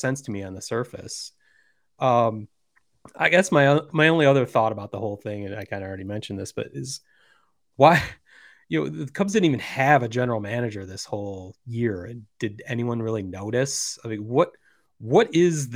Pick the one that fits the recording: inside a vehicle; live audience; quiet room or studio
quiet room or studio